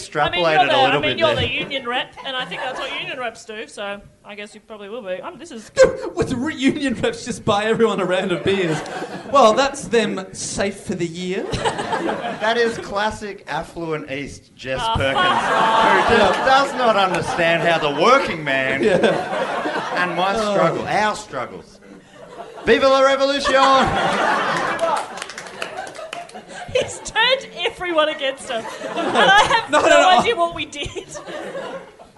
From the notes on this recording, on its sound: Our first ever LIVE EPISODE! Recorded at the Imperial Hotel as part of the Melbourne International Comedy Festival.